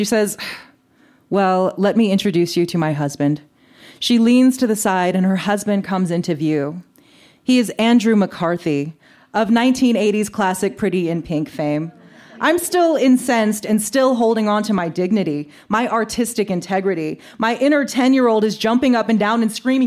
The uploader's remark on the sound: This story was recorded live at Buntport Theater